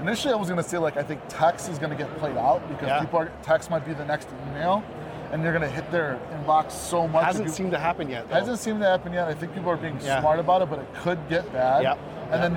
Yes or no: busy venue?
yes